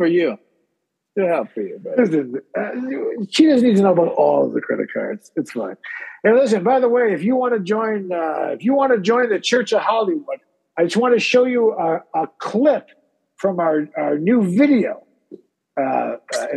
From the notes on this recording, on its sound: Special 4-part Summer Zoom Edition